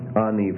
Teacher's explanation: It's a two-syllable suffix, and the first syllable of the two-syllable suffix is stressed. And that, of course, that vowel is going to be stuck onto the last consonant of the verb itself.